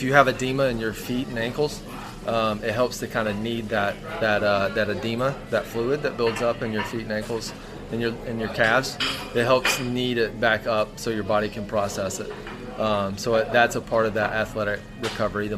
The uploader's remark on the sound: Live from Ivy Park Sports Bar and Grill